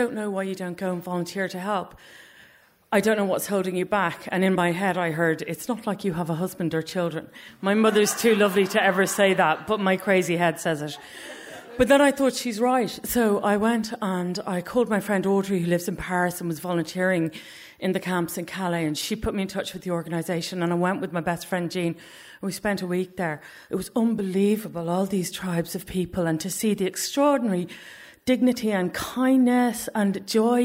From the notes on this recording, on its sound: Three stories recorded live at our monthly Story Slam.